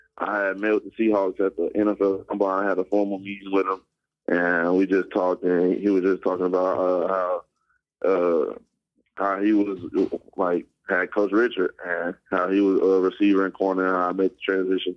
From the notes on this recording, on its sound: press conferences and phone calls from draft weekend